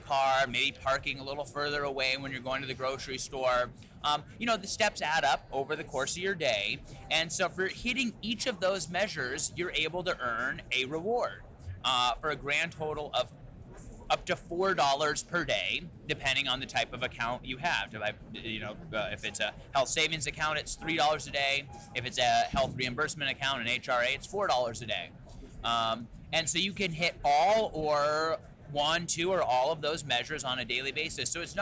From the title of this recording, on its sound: Live from CES